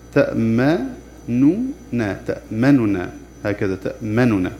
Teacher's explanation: أولا الاختلاس النطق بثلثي الحركة بثلثي حركة الميم المضمومة تأمننا تأمننا هكذا تأمننا وبالإشمام وضم الشفتين أثناء نطق النون المشددة تأمننا ضم الشفتين على النون المشددة.